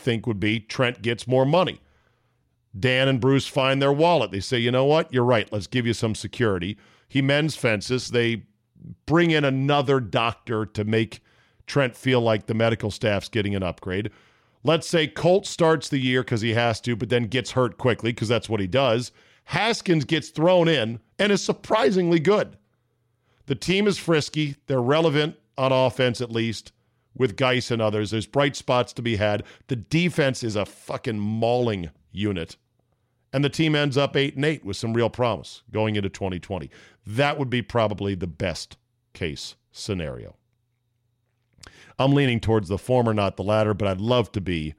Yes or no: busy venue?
no